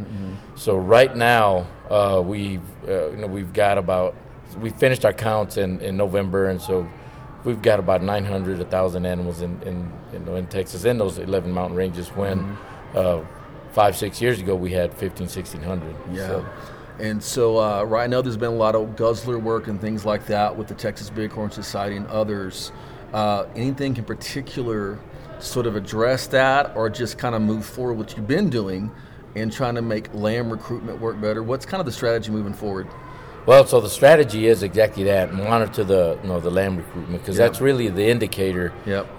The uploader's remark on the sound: Recording live from the floor of the Wild Sheep Foundation's "Sheep Show"